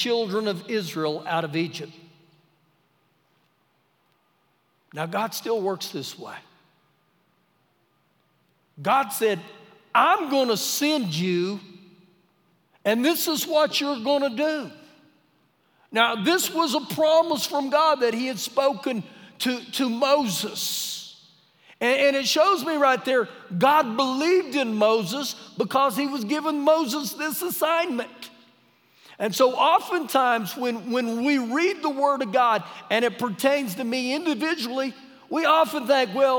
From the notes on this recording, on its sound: Recorded live during our Wednesday night service